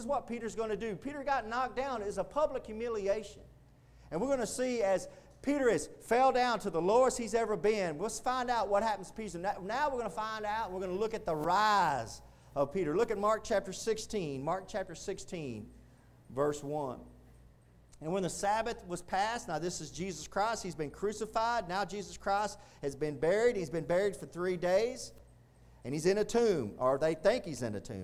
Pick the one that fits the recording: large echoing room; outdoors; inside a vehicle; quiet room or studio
large echoing room